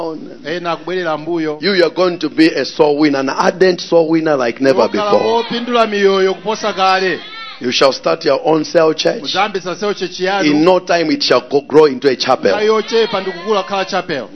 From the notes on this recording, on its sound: Preached at the Encounter Service at Word Alive Blantyre City Church on 22nd January 2023